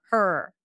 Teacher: Because the tongue gets in the way with this horror. You're likely to keep the tongue up for the R and then it might just sound like one long R.